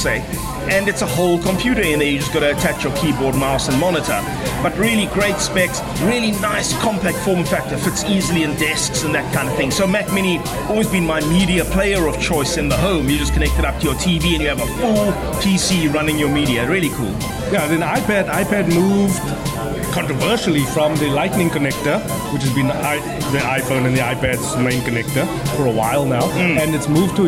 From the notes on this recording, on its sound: Recorded at browniesdownies. Recorded at browniesdownies.co.za.